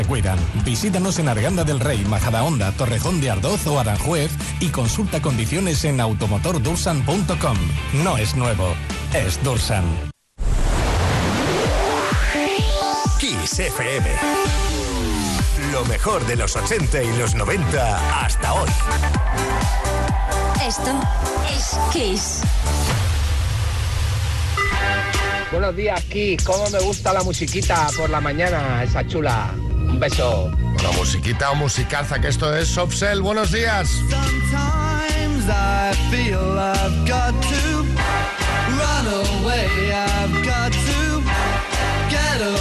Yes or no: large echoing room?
no